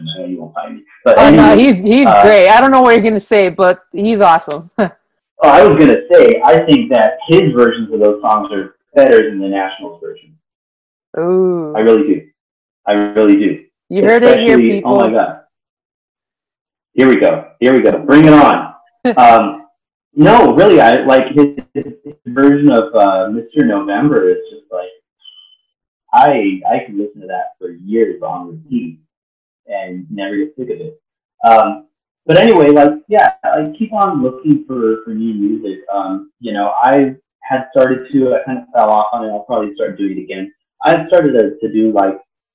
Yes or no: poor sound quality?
yes